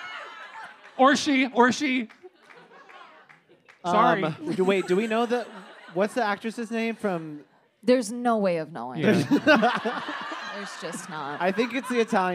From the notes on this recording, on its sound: live in Los Angeles